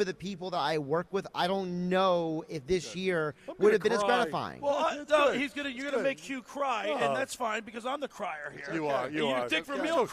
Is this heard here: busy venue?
yes